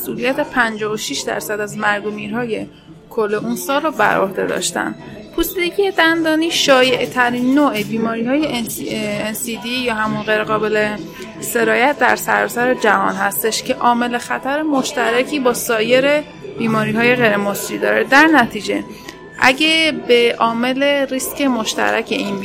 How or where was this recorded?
busy venue